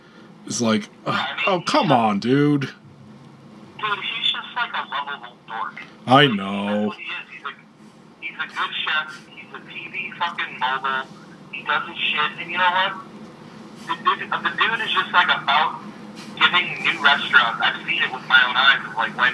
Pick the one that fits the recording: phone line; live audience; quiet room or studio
phone line